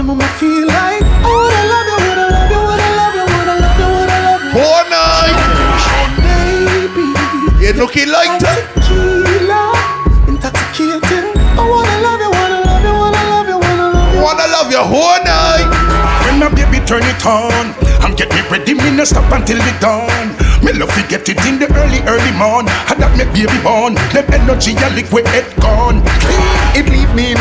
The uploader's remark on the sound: LIVE AUDIO FROM PUN DE BASE - M&N BAR - RUDE BOY PROMO SOUTH DISTRICT BARBADOS.